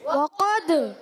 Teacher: اچھا، وقد میں واو کے ادائیگی ہونٹوں کی گولائی سے، وقد قاف موٹا ادا ہوگا پورا حرف مصطلیہ میں سے، قاف کا مخرج زبان کی جڑ، تالو کا نرم حصہ. وقد تال ساکن ہے، کلکلا ہوگا، آواز لوڈ کرائے گی.